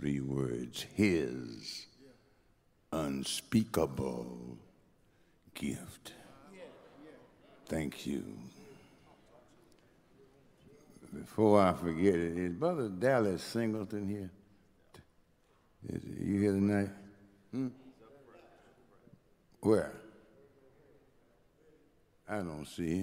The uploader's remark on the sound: Recoded live at Lilly Grove Missionary Baptist Church in Houston, TX.